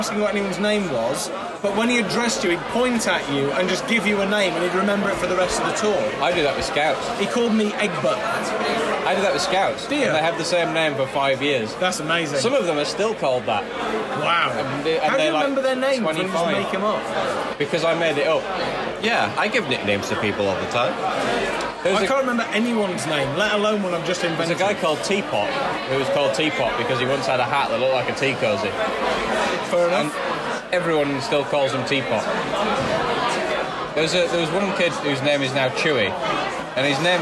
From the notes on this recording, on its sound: In this alcohol fuelled episode, recorded in the pub.